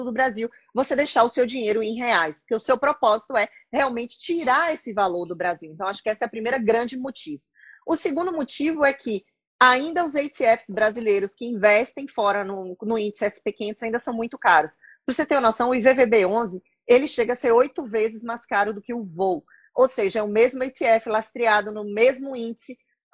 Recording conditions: video call